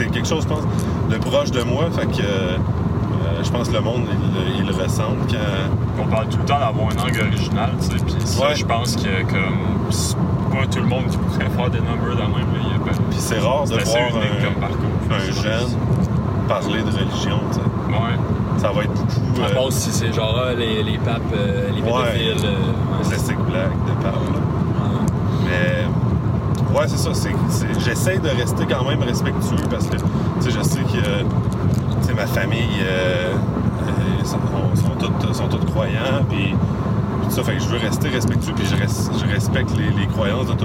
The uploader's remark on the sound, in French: se déroule sur la route alors que vos animateurs se rendent à un open-mic à St-George de Beauce